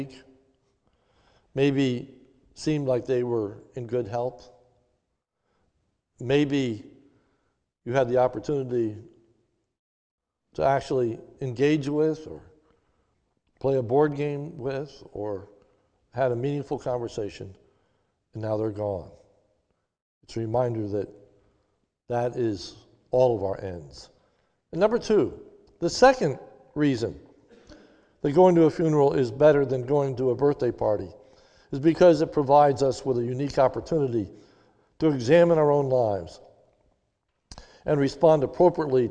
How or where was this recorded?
large echoing room